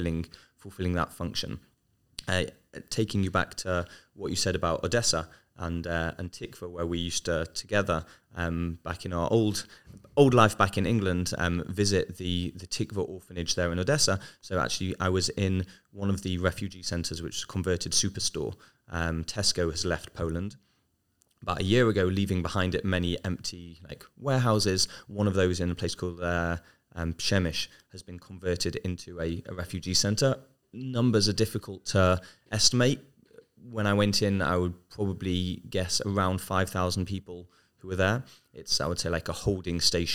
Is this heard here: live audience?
no